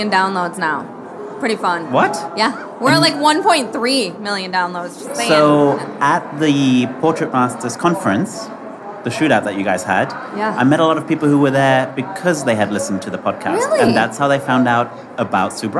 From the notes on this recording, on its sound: Live From WPPI. Welcome to this special live edition of The Portrait System Podcast!